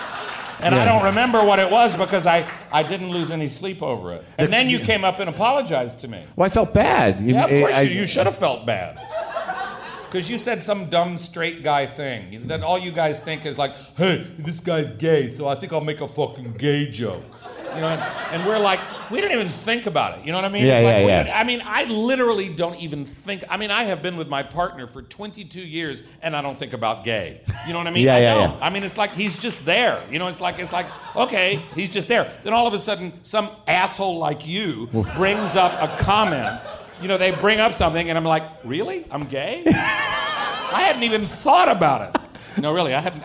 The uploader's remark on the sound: At Comix in NYC. A live WTF taping.